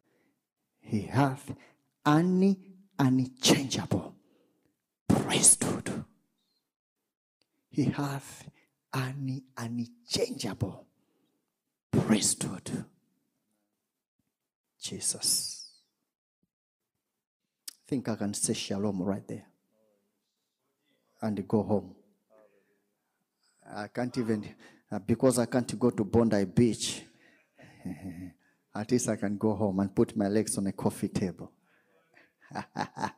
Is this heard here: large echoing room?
yes